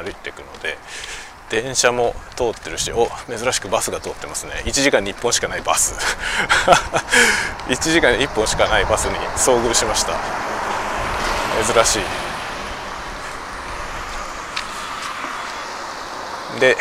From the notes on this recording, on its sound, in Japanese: 外を歩きながら雑談。ポストに郵便を出しに行きながらしゃべってみる回。マイクの風切り音テストを兼ねて。